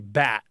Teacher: they're very likely to say bat without a T, bat. It just kind of stops. · Term: glottalized